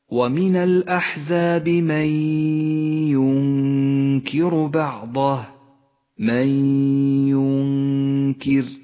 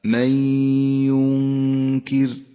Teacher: الحكم الأول حكم الإدغام بغنة، جاءت النون الساكنة وبعدها حرف الياء، تدغم النون بالياء فتسقط النون من اللفظ وتحتاج الياء التي بعدها إلى غنة زمنها حركتان